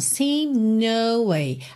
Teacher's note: A gente não consegue perceber auditivamente que está no passado, porque o D é feito no céu da boca, eu já ligo no N do no.